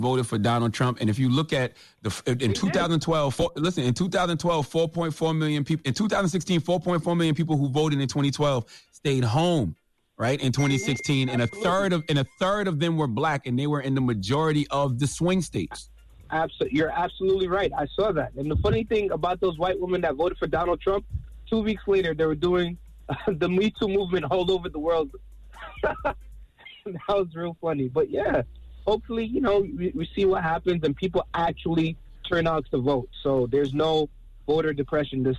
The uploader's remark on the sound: we opened up the phone lines to hear our listeners thoughts on it